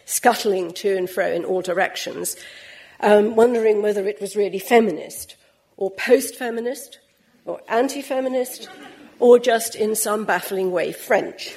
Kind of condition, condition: setting, large echoing room